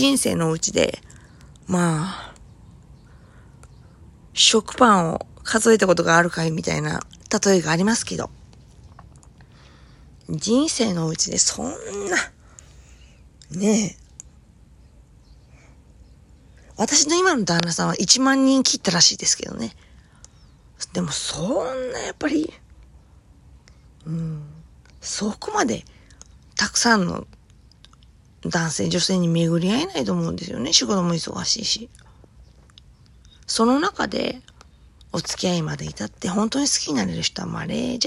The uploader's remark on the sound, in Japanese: Androidタブレットで音が消えてたので、iPhoneでもう一度取り直しました。